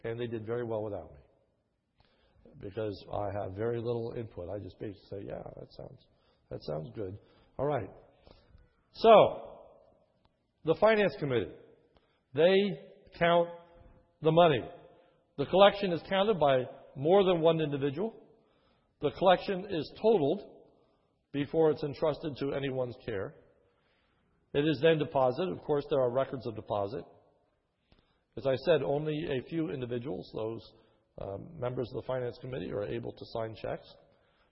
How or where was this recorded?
large echoing room